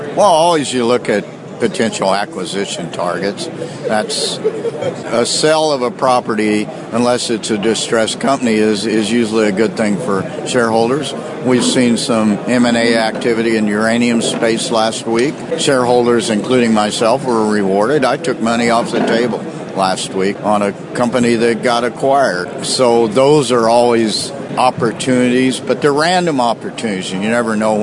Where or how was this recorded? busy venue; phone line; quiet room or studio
busy venue